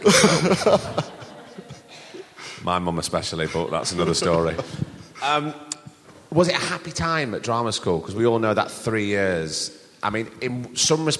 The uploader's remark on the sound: We've got a recording of a live show for you this week. We went down to the York Theatre Royal and had a wonderful evening with a bunch of lovely people.